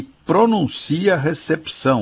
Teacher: A gente lê o que está escrito. Esse P de pato, diferentemente do que a gente diz no dia a dia, não é mudo, ele é lido, ele é pronunciado.